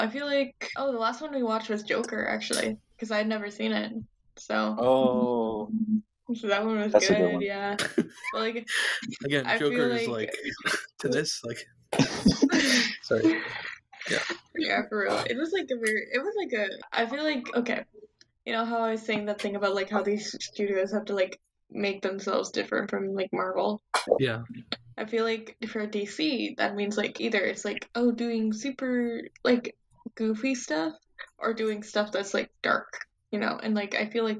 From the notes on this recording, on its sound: In an effort to salvage the episode as well as throw a kitchen sink of audio restoration effects at the recording, the episode is in fact audio only. In an effort to salvage the episode as well as throw a kitchen sink of audio restoration effects at the recording, the episode is in fact audio only.